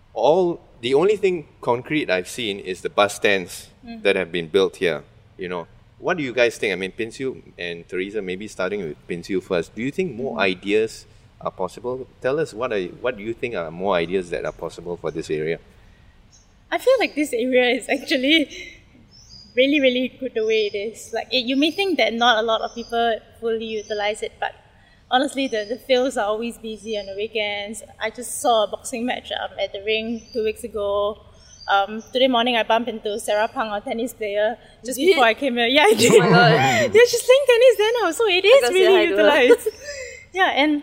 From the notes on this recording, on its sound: in this recording at Farrer Park itself